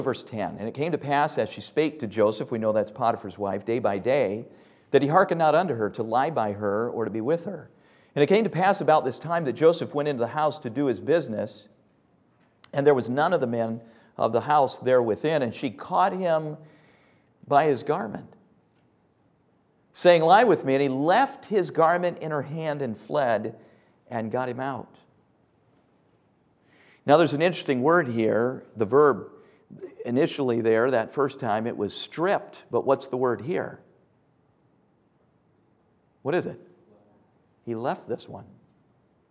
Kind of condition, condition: setting, large echoing room